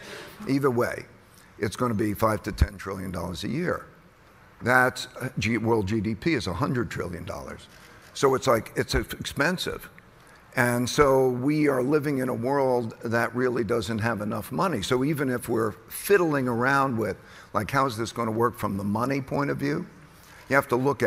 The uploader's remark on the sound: at the Bloomberg Green Festival at COP28